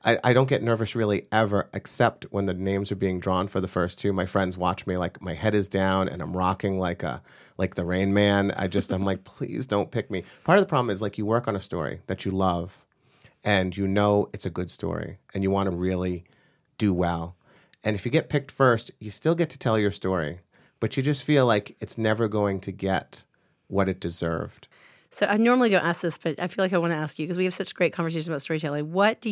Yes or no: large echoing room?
no